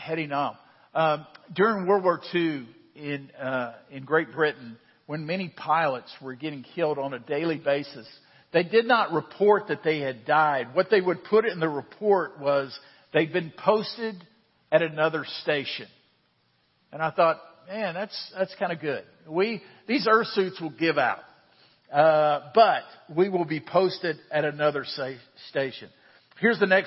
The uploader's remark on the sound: Central Round Rock is a family of Christ-followers. This podcast is an audio archive of our Sunday Morning sermons.